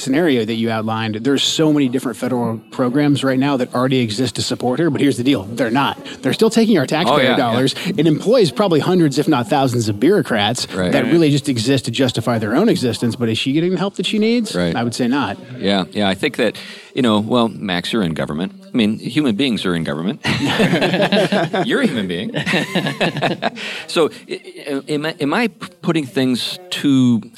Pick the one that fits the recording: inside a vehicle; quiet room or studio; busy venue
busy venue